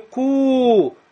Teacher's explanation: Вот в этом случае, когда я говорю ку, у меня же губы не смыкаются. Губы становятся кольцом, трубочкой. · Term: мертвый сукун